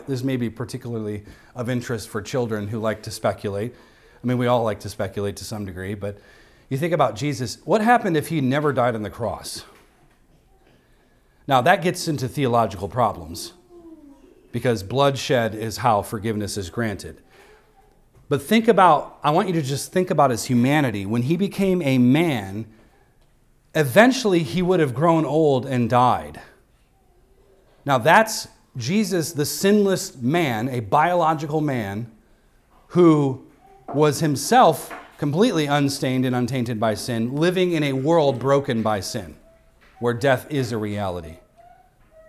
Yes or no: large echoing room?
yes